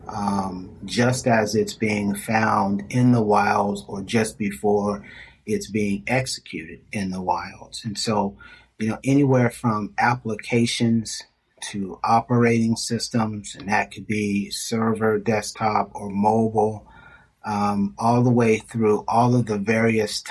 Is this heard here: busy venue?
no